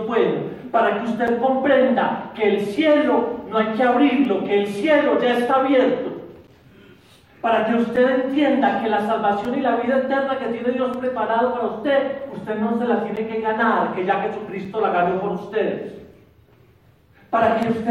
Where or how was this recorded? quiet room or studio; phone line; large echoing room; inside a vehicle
large echoing room